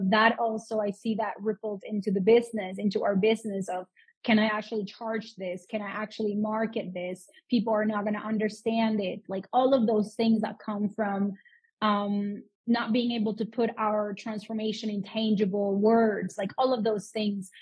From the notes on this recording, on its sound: This week’s episode is from an incredible Instagram live